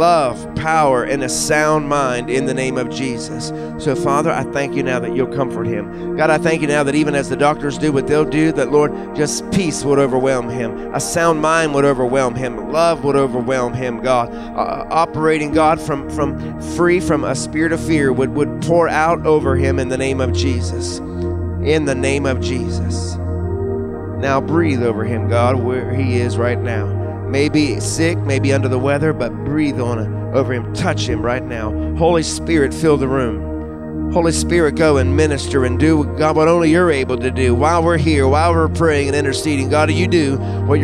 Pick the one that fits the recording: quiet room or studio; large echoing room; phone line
large echoing room